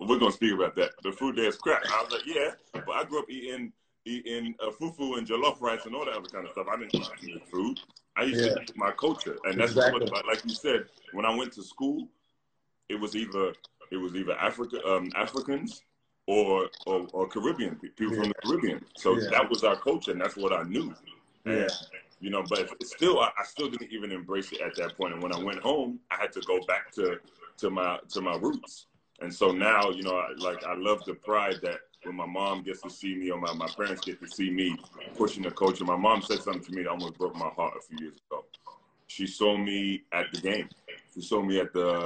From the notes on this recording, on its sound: Whilst the world is locked down during the coronavirus pandemic.